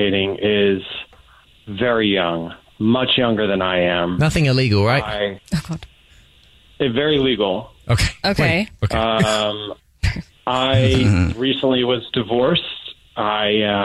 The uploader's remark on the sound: The guy on the phone